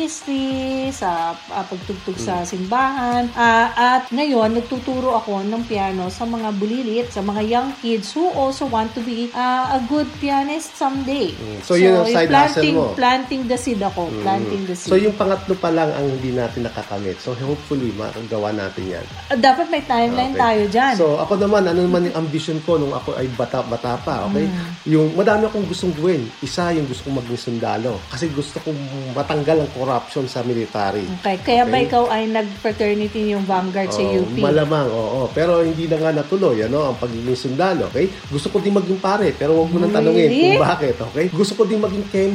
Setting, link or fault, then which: fault, background noise